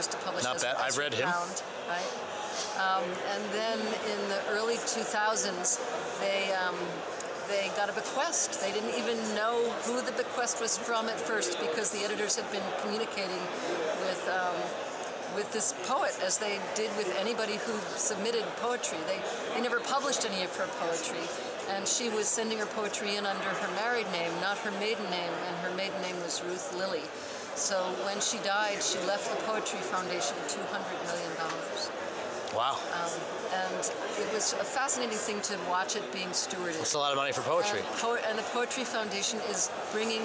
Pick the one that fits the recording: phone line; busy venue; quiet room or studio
busy venue